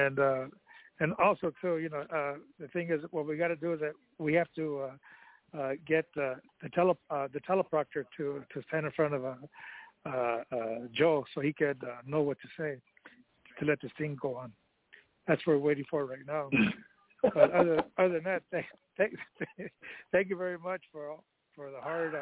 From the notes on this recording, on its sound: Conference Call